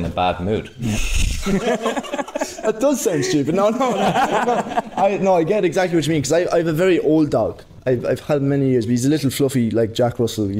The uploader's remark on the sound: Today’s episode was a live recording in front of an audience